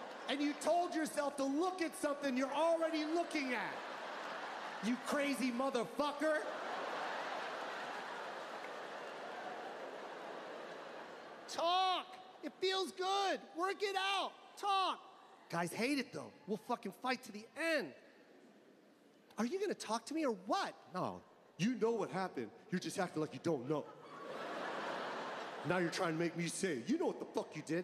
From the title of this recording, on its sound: Live from the Los Angeles Forum 2022